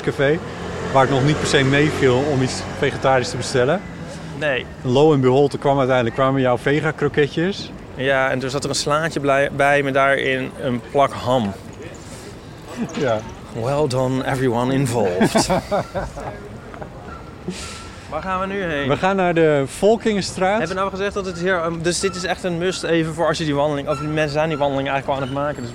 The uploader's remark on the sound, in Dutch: De Eeuw is een trouwe gast op het Podcastfestival, al vanaf het prille begin. Naar Groningen, om daar een wandelaflevering te maken.